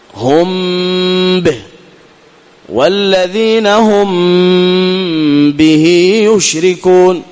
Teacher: ها والذين هم هذه غنة كاملة لأن الميم هنا مخفاة